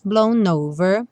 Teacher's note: o N do blown, já junta com o do over